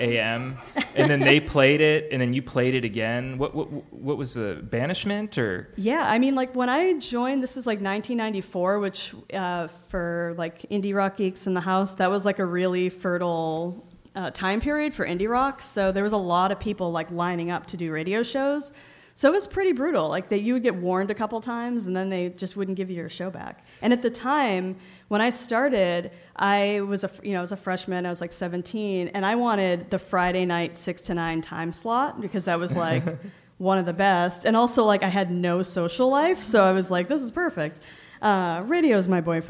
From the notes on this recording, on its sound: recorded live on May 16, 2019, at the Betabrand Podcast Theater in the Mission District.